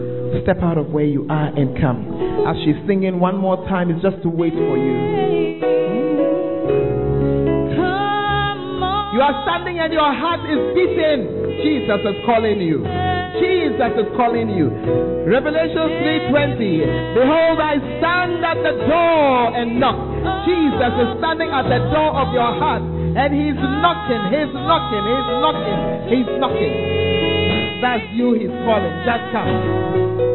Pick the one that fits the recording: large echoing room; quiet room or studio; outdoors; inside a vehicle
large echoing room